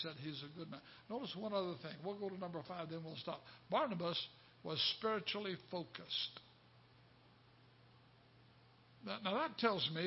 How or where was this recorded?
large echoing room